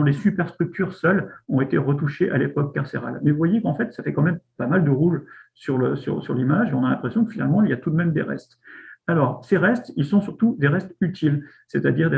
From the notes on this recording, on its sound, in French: Discussion Enregistré sur Zoom